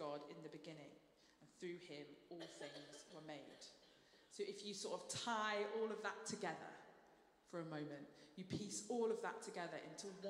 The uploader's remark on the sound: Streamed live at St Paul's Shadwell.